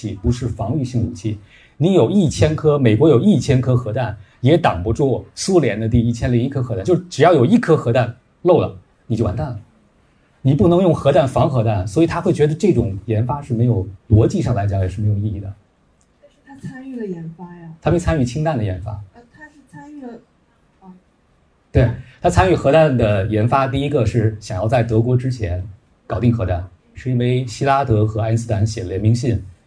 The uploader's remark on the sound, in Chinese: 跑题大会现场版。本期节目在线下活动录制，所以会有一些杂音。同时在 64 分钟后为答读者问环节。因收音问题，提问声音很小。